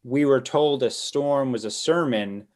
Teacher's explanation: we were told a storm was a sermon is just basically three stressed syllables, like told, storm, and sermon